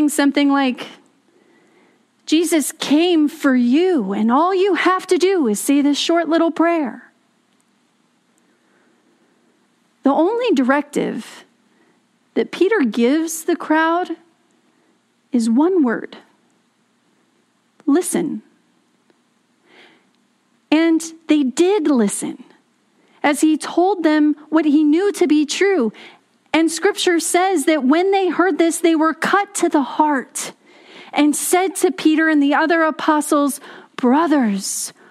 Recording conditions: large echoing room